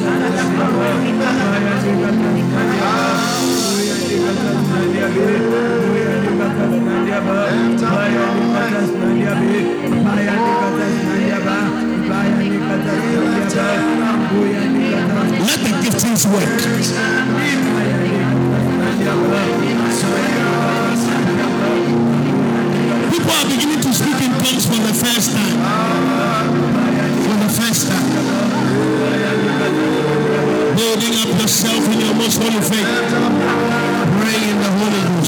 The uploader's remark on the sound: Preached at the Spiritual Emphasis Week (First Quarter) All Night, Calvary Baptist Church, Adabraka